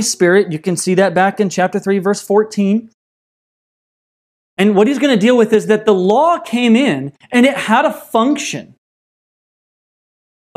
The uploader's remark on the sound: This message was delivered on November 29th, 2020 at Redeemer Community Church.